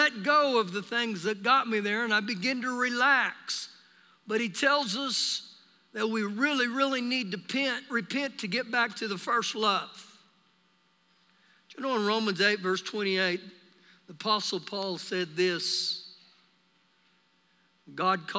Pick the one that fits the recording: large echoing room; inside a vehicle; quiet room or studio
large echoing room